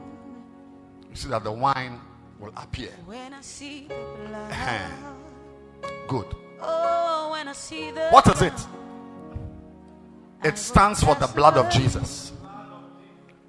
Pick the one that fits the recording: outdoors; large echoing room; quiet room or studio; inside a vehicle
large echoing room